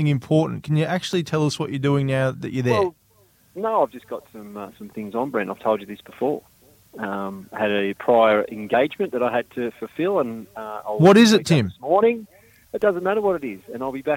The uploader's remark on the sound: calling in from parts unknown